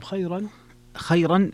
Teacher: خيرا خيرا فيها الترقيق الراء لورش